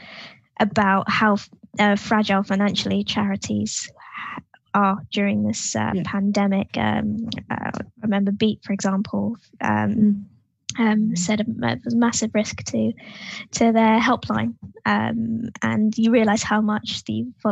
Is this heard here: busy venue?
no